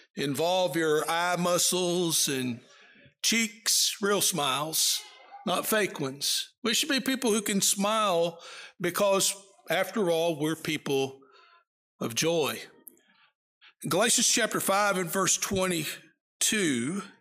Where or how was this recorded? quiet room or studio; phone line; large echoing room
large echoing room